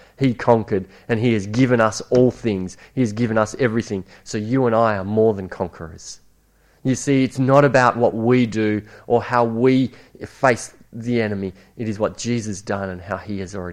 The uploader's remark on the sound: It was preached at Esperance Church of Christ on a monthly basis.